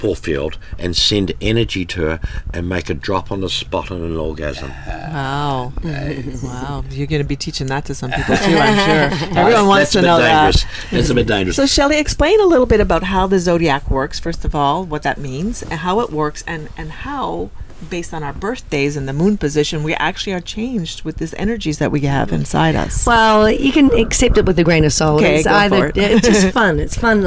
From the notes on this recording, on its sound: Join us on location from the SDC Cuban Cruise.